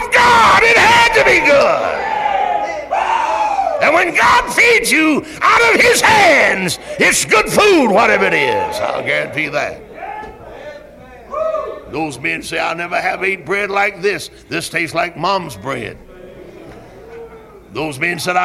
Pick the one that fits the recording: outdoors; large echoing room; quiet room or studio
large echoing room